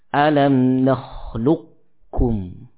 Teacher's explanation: Ada yang mengatakan bahwasanya ini masuk kepada idgham naqis. Masih tersisa sifat tafkhim pada huruf qaf. Sehingga dibaca dengan tebal awal kalinya.